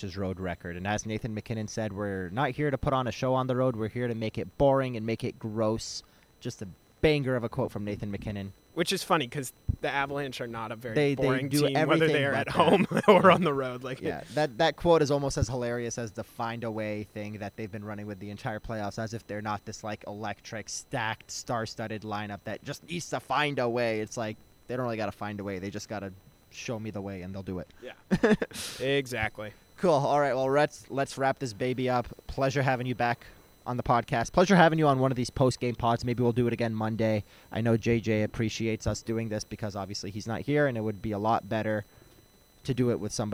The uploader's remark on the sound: Live at Rogers Arena following the Avalanche's 4-2 victory in Game 3 over the Edmonton Oilers.